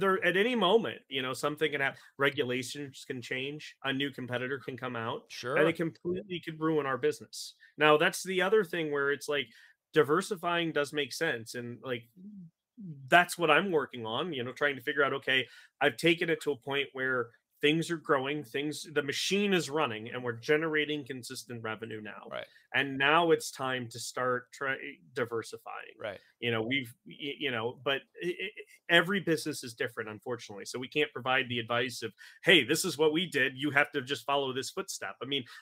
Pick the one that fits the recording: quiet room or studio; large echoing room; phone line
quiet room or studio